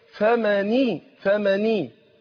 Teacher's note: نون من هنا ساكنة، لكن كسرت لالتقاء الساكنين